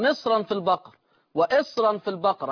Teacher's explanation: هوصل بالتفخيم طبعا، مفيش ترقيق، امتنع الترقيق عند ورش